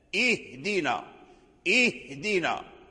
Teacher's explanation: فلا بد من بيان همس الهاء، اهدنا، اهدنا، تسمع يعني الخفاف الهاء.